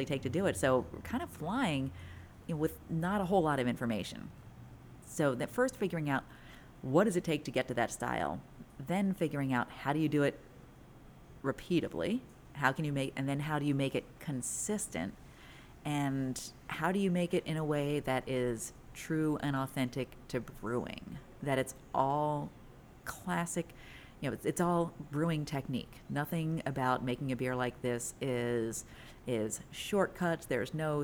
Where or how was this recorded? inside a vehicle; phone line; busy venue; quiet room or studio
busy venue